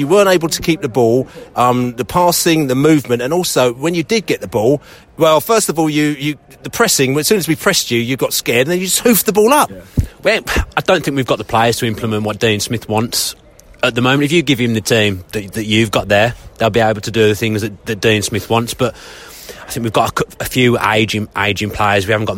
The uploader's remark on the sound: post-match podcast from the pub